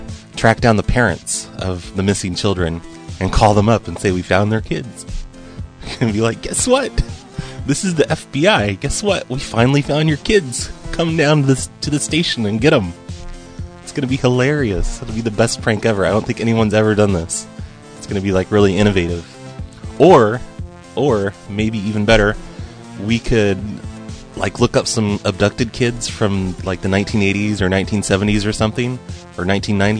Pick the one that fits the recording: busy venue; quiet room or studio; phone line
phone line